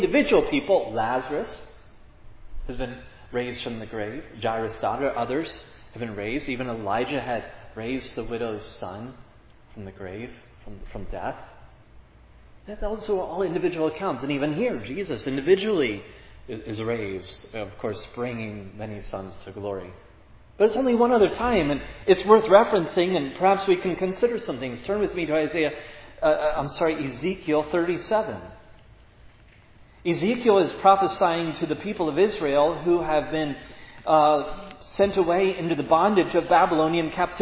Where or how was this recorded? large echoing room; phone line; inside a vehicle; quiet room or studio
large echoing room